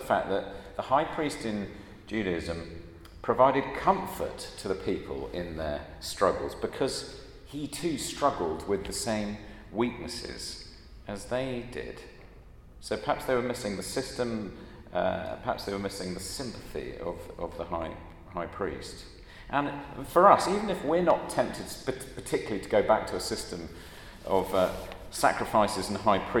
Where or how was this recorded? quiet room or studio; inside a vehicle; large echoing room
large echoing room